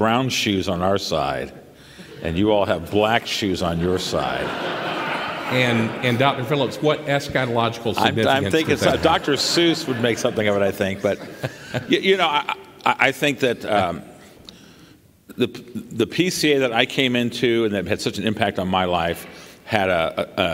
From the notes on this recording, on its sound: This recording is from the 2023 Gospel Reformation Network Conference held in Charlotte, NC in May.